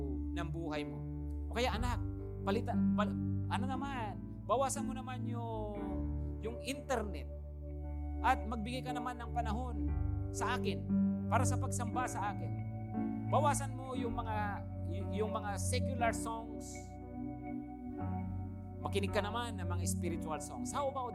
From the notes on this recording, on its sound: Preached last April 18, 2023, at Grace Testament Church's 5 PM worship.